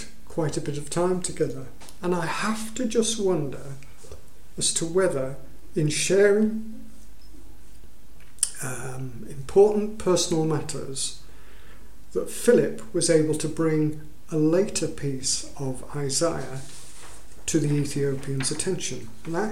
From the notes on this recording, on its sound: At King's Church, Cockermouth, as an audio file.